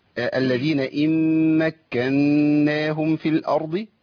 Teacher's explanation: عندي ست حروف ميمين وكافين ونونين لابد من تمكينهم وعندي اربع حركات غنى في الميم المشدده الاولى وغنى حركتين في الميم الثانيه يبقى في النون اللي بعد كده يبقى اقول ايه الذين ان مكناهم في الارض.